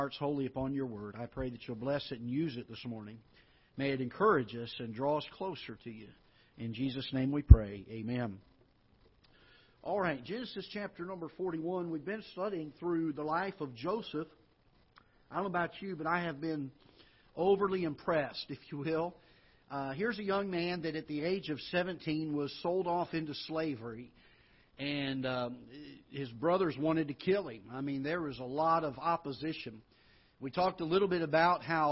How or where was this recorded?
large echoing room